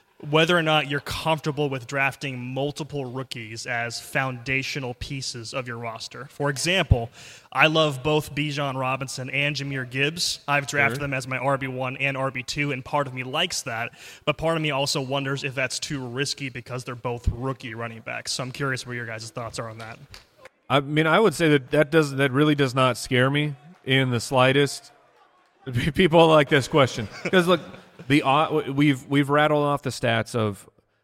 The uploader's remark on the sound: LIVE in LA. Live at the Palace Theatre in LA!